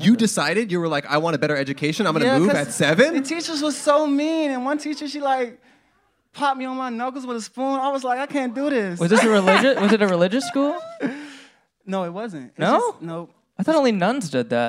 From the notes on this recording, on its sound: Podcast But Outside But Inside LIVE! Our intern wandered the streets around the venue to bring in random guests. At Dynasty Typewriter at The Hayworth Theater in Los Angeles!